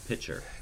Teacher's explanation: that cluster of K plus T-esh is more complicated, and so we cut the corner and we just go pitcher · Term: losing the K